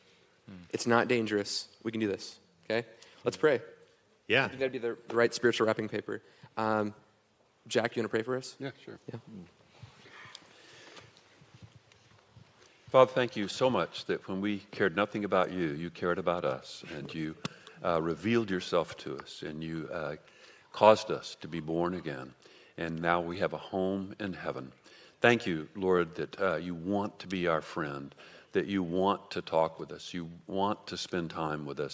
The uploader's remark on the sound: This panel discussion comes from our time at WoodsEdge Church at their pursuit conference. The Pursuit Conference is a pastors conference.